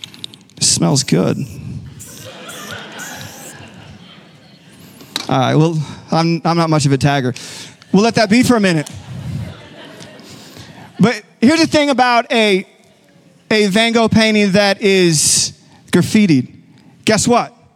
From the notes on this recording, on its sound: Recorded live at Capital Church in Meridian, Idaho